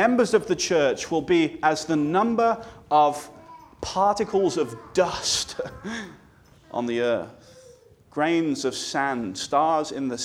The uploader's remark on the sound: This sermon was delivered on January 14, 2024 at Antioch Presbyterian Church, a mission work of Calvary Presbytery of the Presbyterian Church in America located in Woodruff, South Carolina.